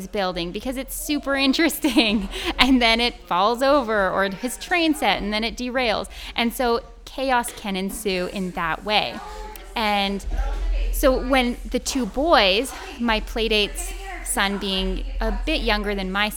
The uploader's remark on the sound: To celebrate, they’ve gathered past and future guests and experts from the podcast along with a bunch of local moms and their little ones for a super fun social lunch. This episode was recorded live on location during the celebration!!